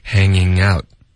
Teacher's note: hanging 连读到 out， hanging out 确实是后鼻音的